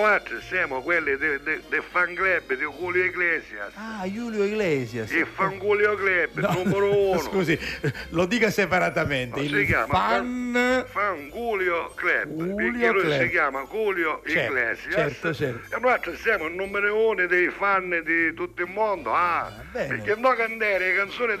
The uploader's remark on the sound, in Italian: Ogni tanto si fanno sentire al telefono per raccontare le vicende che accadono quotidianamente.